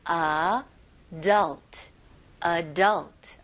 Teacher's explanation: 강세가 어디 들어가는지 혹시 들리시나요? 네, 두 번째 음절에 들어갑니다.